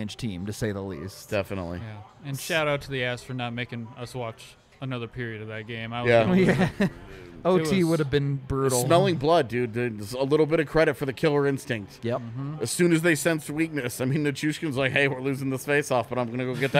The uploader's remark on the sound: a live post-game show from the DNVR Bar